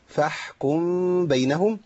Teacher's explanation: وعندي إخفاء الميم في الباء